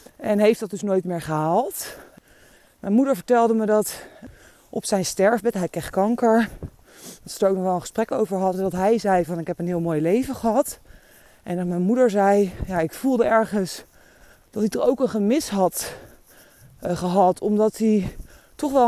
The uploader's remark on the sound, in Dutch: Deze aflevering, opgenomen tijdens een wandeling in de Ardèche in november 2022, gaat over de tijdelijkheid van het leven.